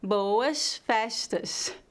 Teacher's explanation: no Rio de Janeiro, a letra S em final de sílabas é comumente pronunciada como SH. · Term: pronúncia carioca